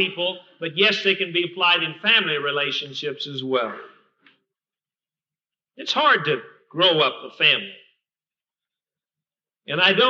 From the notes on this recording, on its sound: Recorded at Fillmore Bible Church, Fillmore, California, 1984.